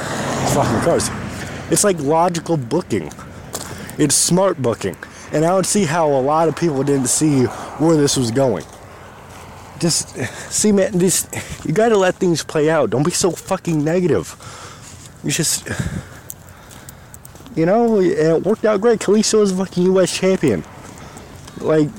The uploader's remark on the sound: Coming from the streets. While walking to the nearest grocery store.